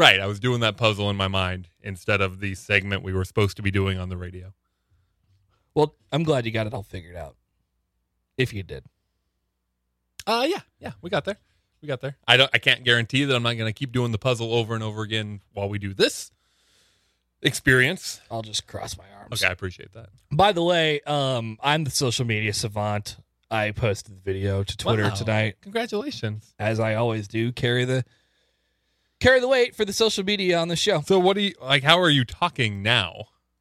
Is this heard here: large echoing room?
no